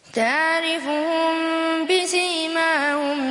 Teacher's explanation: هنا إخفاء شفوي يعني عندنا الميم ساكنة والباء بعدها